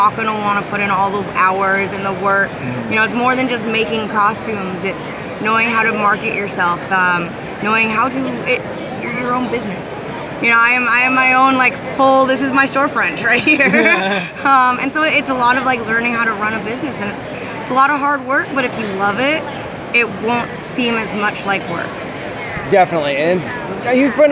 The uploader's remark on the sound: During our live coverage of Tidewater Comicon 2016 this past weekend.